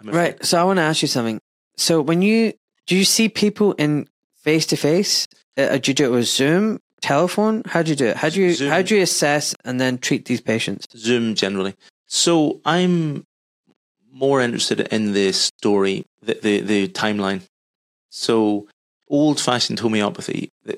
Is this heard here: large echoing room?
no